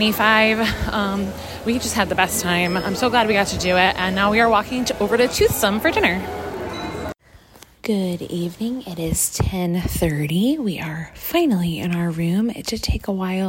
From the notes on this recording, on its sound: Live From The Parks: Universal Orlando. Live from the parks at the Universal Orlando Resort.